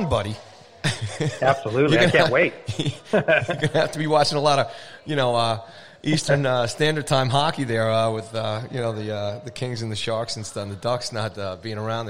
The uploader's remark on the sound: live from Arooga's Grill House and Sports Bar in Rockville Centre, NY